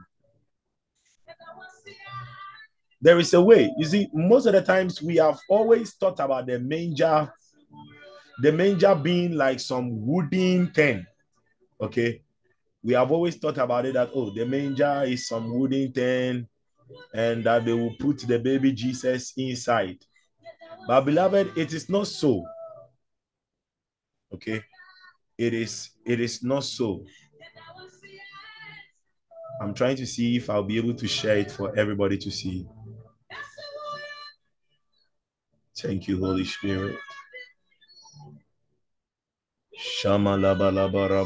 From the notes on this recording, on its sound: ZOOM SESSION